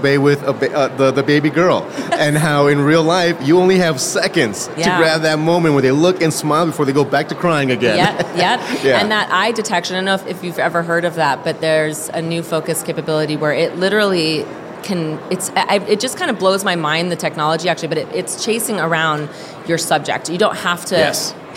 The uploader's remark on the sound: Live From WPPI 2023! Hosted a LIVE podcast on the WPPI stage. Chats with guests about their experience at the conference.